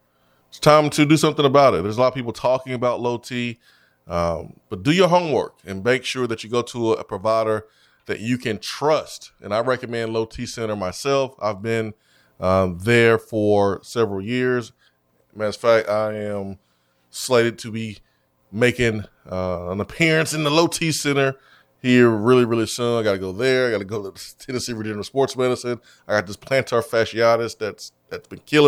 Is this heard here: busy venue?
no